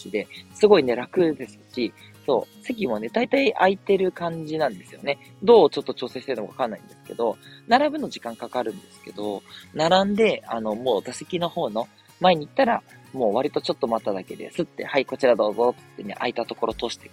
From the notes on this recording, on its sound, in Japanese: 真夜中のUSJ：ユニバーサルスタジオジャパン入口から。今日も、大阪旅行中のため、残念ながら収録で・・・。行き当たりばったりで収録となりました。